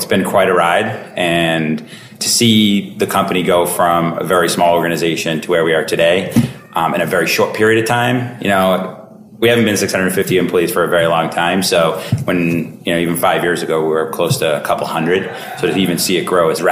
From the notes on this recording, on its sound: recorded at this year’s [Bullhorn Engage]